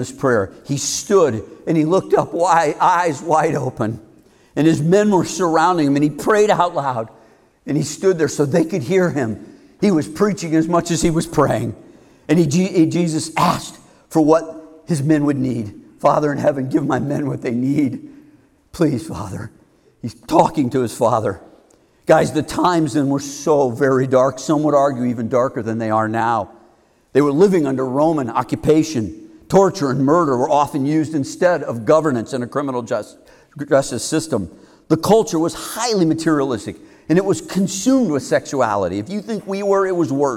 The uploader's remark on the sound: Heart of a Man is a men's community based our Carmel, IN. Which he gave at a recent men's conference.